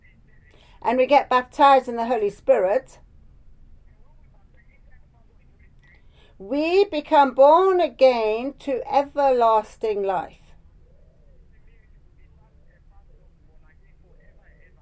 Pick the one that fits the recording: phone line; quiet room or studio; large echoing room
phone line